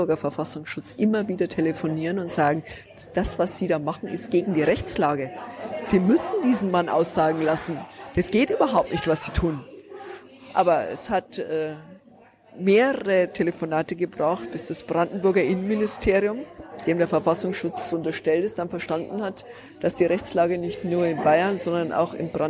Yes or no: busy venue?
yes